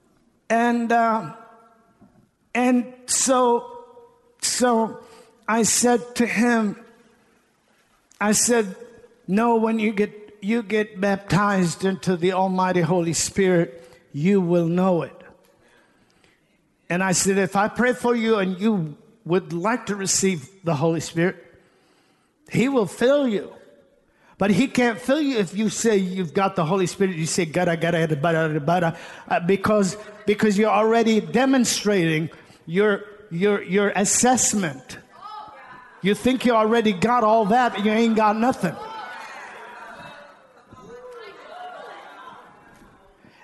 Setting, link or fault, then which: setting, large echoing room